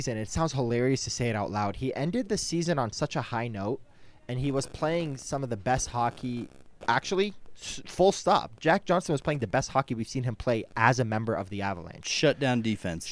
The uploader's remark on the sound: All that and more on this live from the rink post-game edition of Hockey Mountain High.